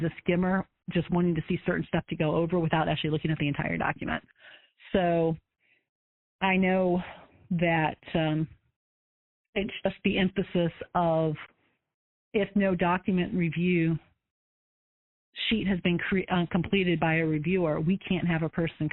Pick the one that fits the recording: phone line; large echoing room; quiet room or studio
phone line